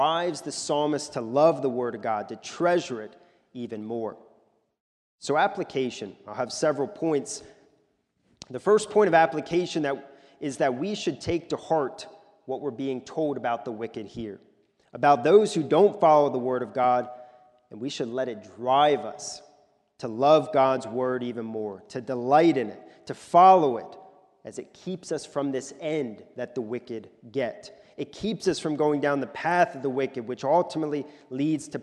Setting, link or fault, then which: setting, large echoing room